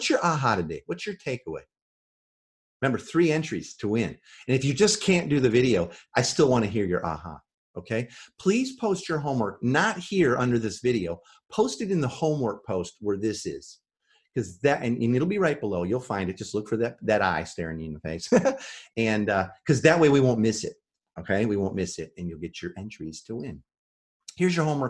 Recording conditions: video call